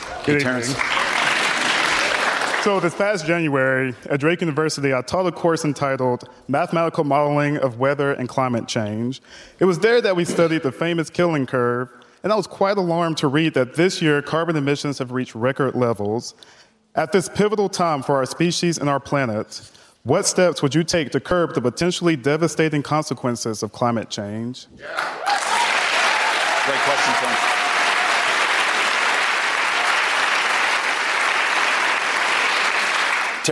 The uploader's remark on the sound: a live town hall